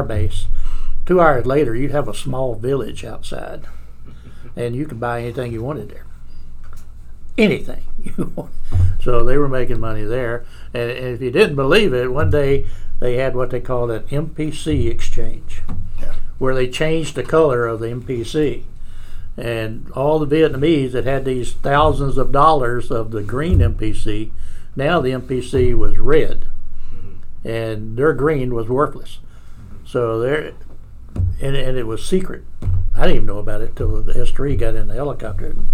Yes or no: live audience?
no